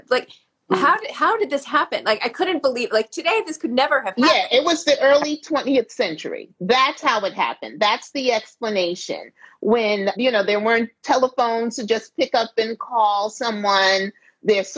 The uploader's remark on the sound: for an Instagram Live